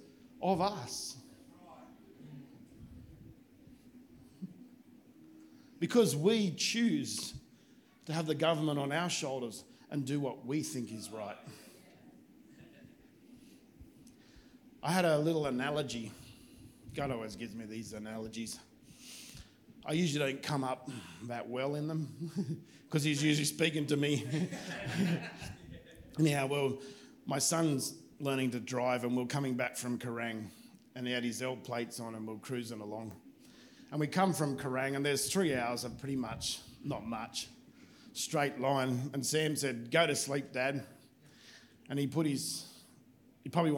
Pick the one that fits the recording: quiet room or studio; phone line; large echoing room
large echoing room